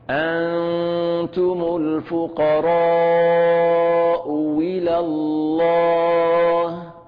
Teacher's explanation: إبدال الهمزة الثانية واوا مكسورة، والثاني الوجه الثاني تسهيل الهمزة الثانية بالهمزة والياء.